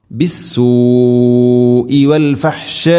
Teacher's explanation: ഇവിടെ ബിസ്സൂഇ വാവിന് ശേഷം ഹംസ, വൽ ഫഹ്ഷാഇ അലിഫിന് ശേഷം ഹംസ ഒരേ പദത്തിലാണ്. അതുകൊണ്ട് മുത്തസിൽ നിർബന്ധമായിട്ടും നാലോ അഞ്ചോ ഹർക്കത്തിൻ്റെ ഖദറിൽ നീട്ടണം · Term: മദ് മുത്തസിൽ